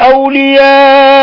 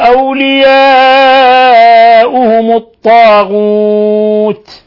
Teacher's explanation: أولياؤهم مد متصل لاتصال الهمز أو الهمزة بحرف المد في نفس الكلمة يمد من 4 إلى 5 حركات أيضا